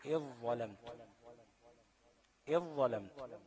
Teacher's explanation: الموضع الثالث، ادغام الذال في الظاء · Term: ادغام كامل